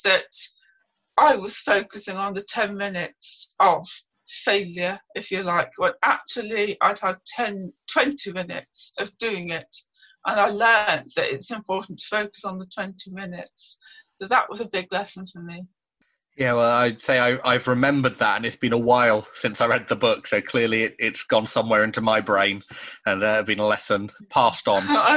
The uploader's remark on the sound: This episode was recorded over Zoom prior to the most recent UK lockdown.